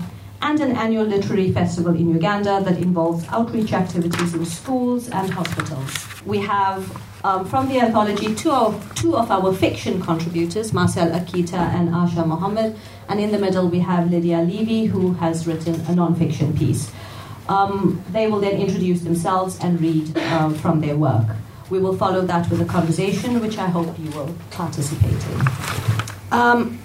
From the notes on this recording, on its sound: This episode was recorded at a live event held during the 2019 Bare Lit Festival titled: Between diaspora and the continent, which doubled as the anthology launch in the UK.